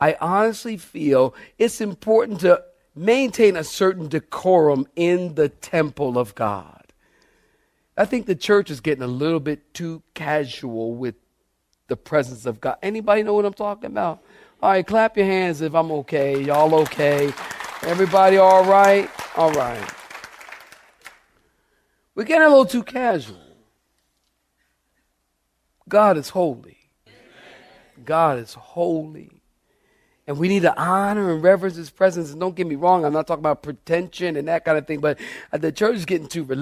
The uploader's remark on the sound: as delivered in Calvary Church Cary